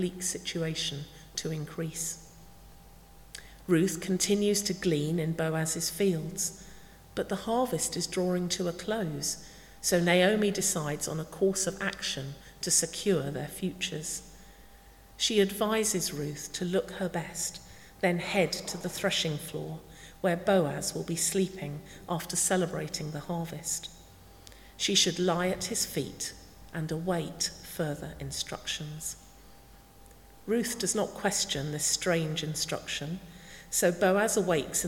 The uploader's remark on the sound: Speaking at the 9:30 service.